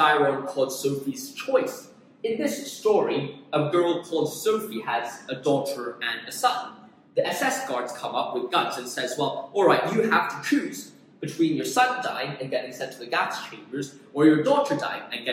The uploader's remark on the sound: Apologies for the poor audio, I was recording this in another room to use the whiteboard!